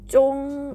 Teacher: ZHONG の第一声、高く平たく伸ばす音